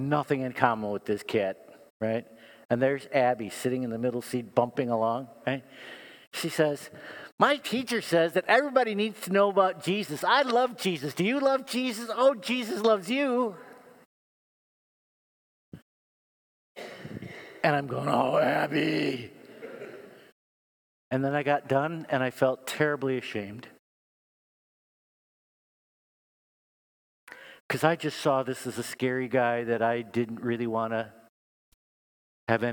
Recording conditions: large echoing room